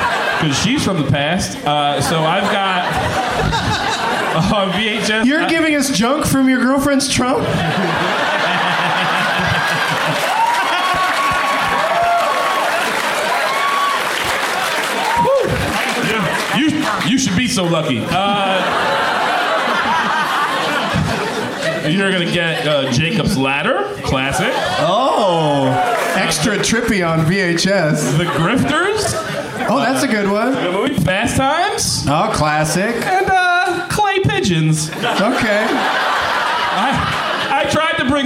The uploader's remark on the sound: Live from the Cap City Comedy Club in Austin